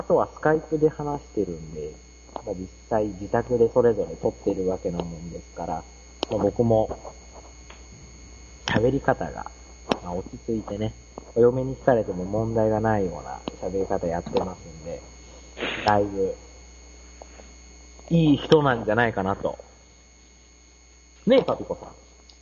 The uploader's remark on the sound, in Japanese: 今回、マイクのせいでかなりノイズが入っていたり電波の関係で音が飛んでしまったりととんでもない仕上がりとなっております